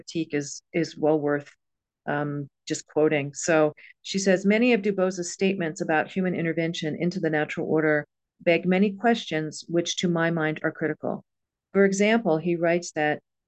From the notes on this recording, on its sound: A live webinar on Sunday 15th October 2023 10am UK time.